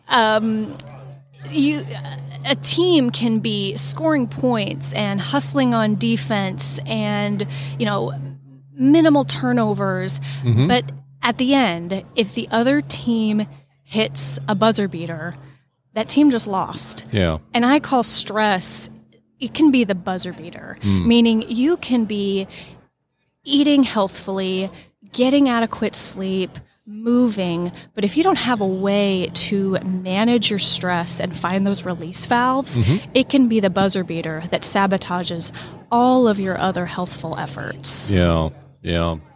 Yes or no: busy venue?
yes